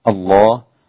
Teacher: تغليظ اللام في اسم الجلالة، الله لا تجعلي فيه شيء من الترقيق، خلي كاملا اللام فيها مغلظة